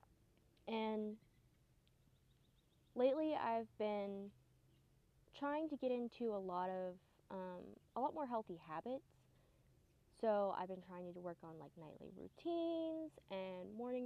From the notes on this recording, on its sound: Sorry guys if theres a lot of back groud noise!! Ended up recording outside!!